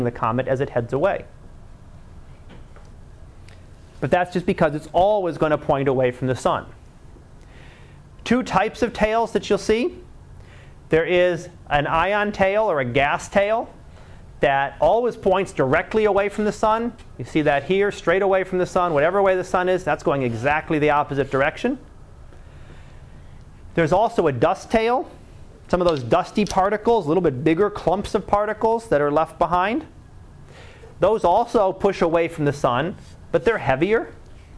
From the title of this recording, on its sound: Live Class Lecture